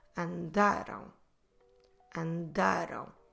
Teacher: We have A, R, A, M, or in Portuguese, A, R, A, M. And we will stress the second to last syllable, so we'll stress the da.